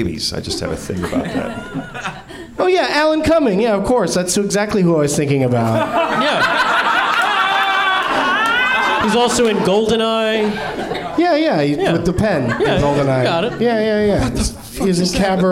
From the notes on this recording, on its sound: Live from the NerdMelt Showroom in LA